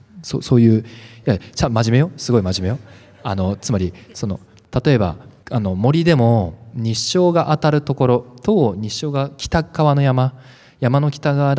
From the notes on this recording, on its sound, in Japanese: 資生堂のオープンイノベーションプログラム fibona 「Around Beauty Meetup」初の公開収録を配信します。S/PARK 1F。